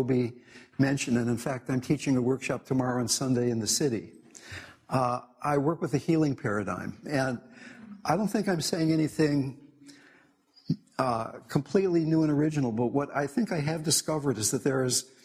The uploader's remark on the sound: In this talk, given at the Symington Cancer Conference